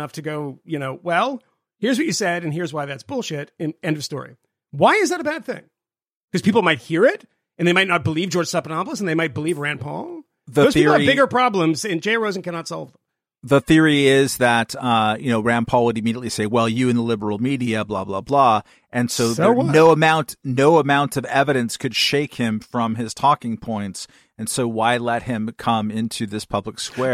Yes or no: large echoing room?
no